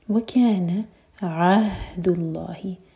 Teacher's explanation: عين حلق سے اور ہا سینے سے